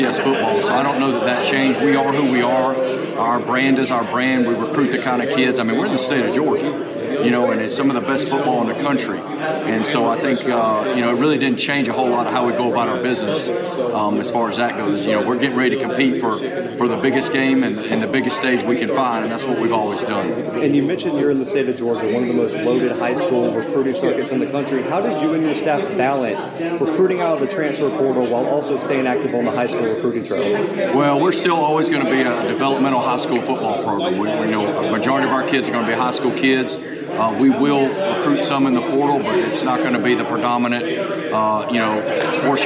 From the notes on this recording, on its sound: live from ASUN Media Day in Atlanta, GA.